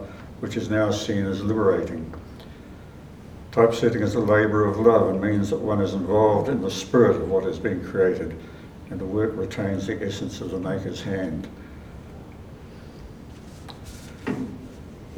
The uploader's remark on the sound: Recorded at the exhibition opening on the 31 March 2023.